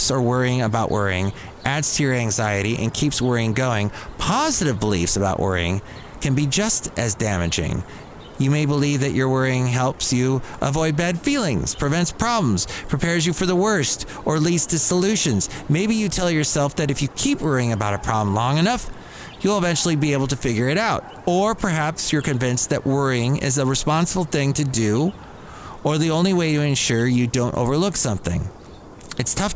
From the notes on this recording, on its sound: podcasts live from Cafe Anyway